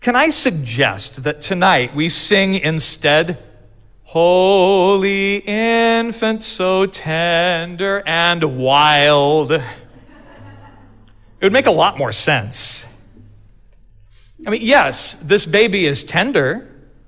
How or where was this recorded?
large echoing room